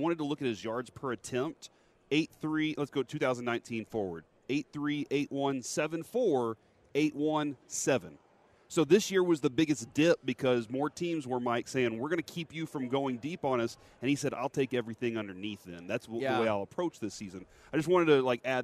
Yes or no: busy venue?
yes